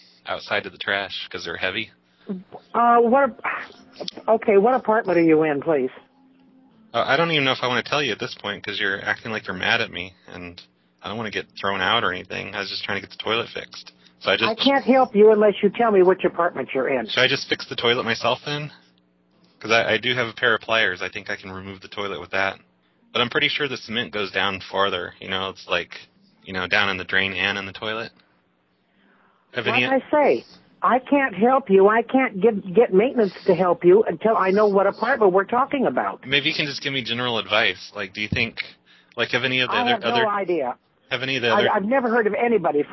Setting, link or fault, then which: link, phone line